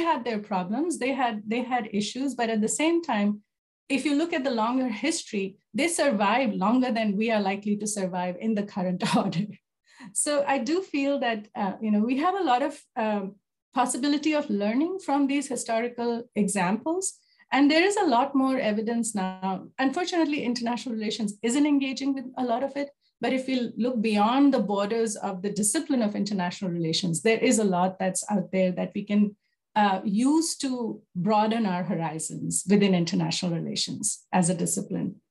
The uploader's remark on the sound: Zoom and Facebook Live